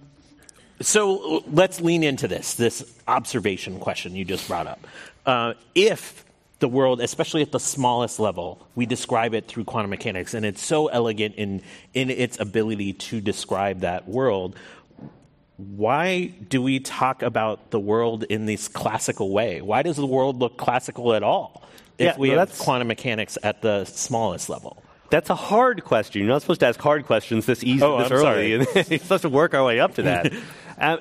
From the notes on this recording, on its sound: This program was recorded in front of a live audience at The Oshman Family JCC in Palo Alto, CA on September 14th, 2019